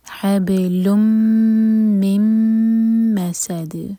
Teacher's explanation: میم کو میم سے جوڑیں گے تو دونوں میم پر ہم ہولڈ کریں گے دونوں میم پر غنہ ہوگا